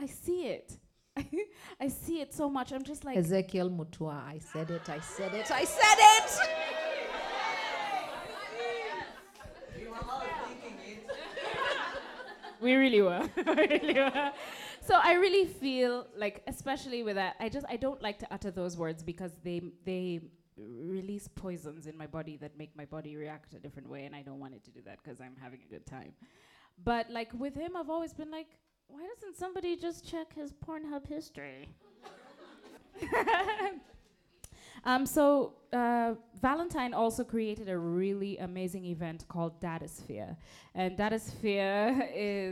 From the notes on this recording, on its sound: Our first episode of the year is the live recording of The Spread Live that we had late in 2018.